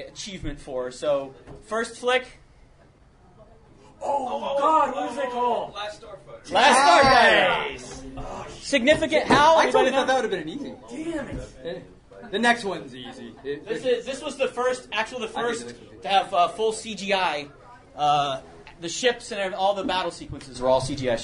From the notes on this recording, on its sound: PariahCon 2012 Panel. A convention held in central Florida.